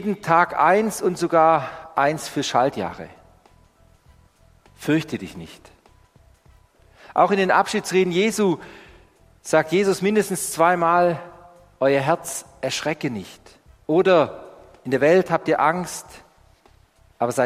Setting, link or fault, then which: setting, large echoing room